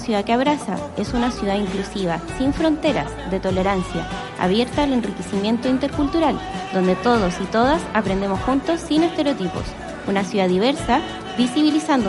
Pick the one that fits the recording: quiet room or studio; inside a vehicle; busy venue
busy venue